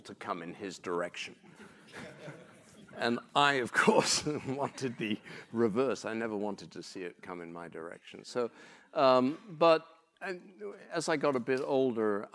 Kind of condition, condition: setting, live audience